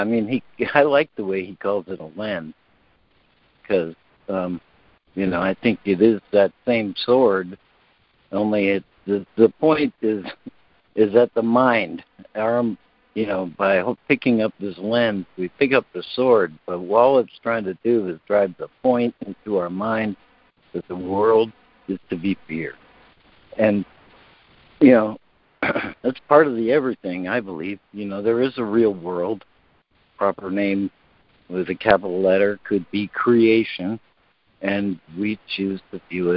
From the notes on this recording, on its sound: ACIM Daily Conference Call